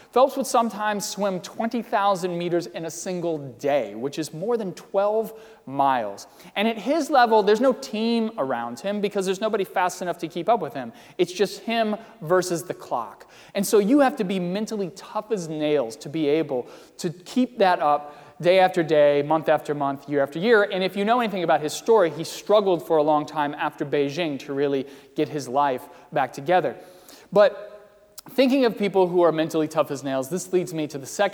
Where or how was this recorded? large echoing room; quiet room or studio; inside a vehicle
large echoing room